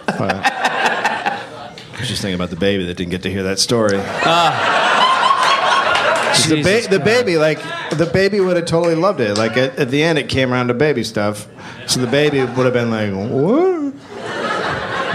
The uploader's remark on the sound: Live in Durham, NC